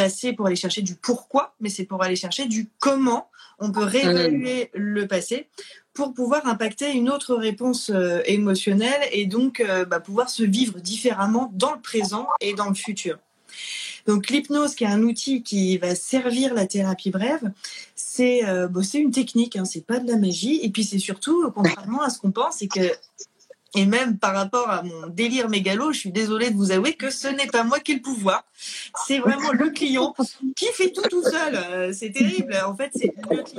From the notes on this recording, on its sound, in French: Lors du premier live Instagram